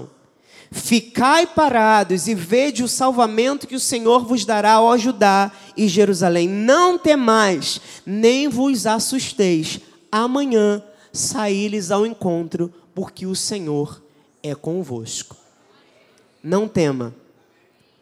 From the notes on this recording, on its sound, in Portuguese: Neste culto gravado na Igreja Evangélica Cristo Vive.